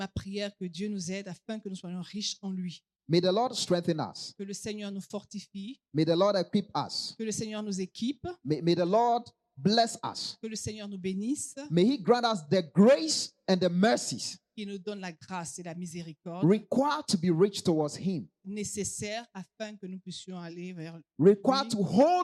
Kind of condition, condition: setting, large echoing room